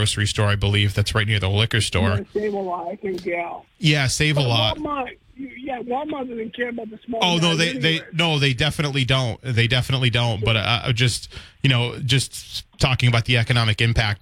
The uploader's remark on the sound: Takes calls from the audience.